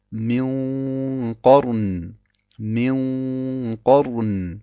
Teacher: Das Qaf gehört zu den Buchstaben Al-Isti'la, ist somit dunkel und das beeinflusst die Runde, die dadurch auch dunkel wird. · Term: dunkle Runde